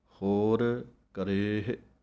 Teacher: ਰਾਰੇ ਦੀ ਲਾਂ ਨੂੰ ਲੰਮਾ ਬੋਲਣਾ ਹੈ